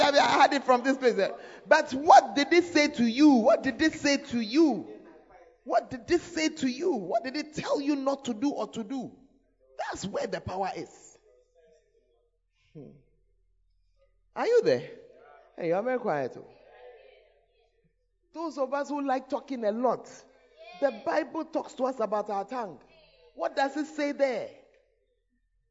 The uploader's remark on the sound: Preached at the Tuesday Service